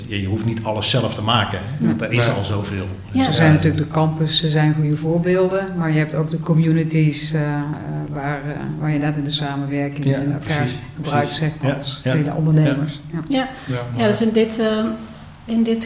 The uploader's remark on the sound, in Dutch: welke tijdens World Workplace Europe is opgenomen